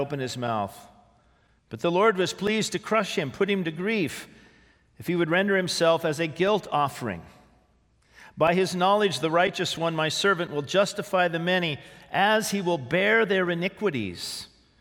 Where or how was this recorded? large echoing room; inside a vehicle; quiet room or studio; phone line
large echoing room